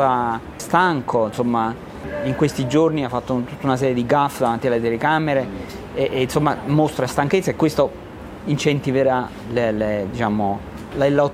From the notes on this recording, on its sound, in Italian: È un reportage audio registrato a Istanbul, la città più grande della Turchia. Anziché avere un solo ospite ci saranno tante voci, delle tante persone che abbiamo intervistato in questi giorni in Turchia.